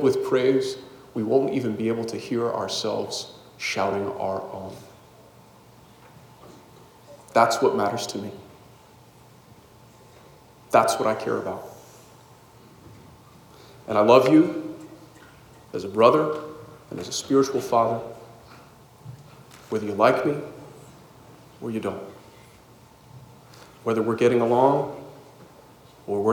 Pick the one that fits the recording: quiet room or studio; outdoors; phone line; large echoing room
large echoing room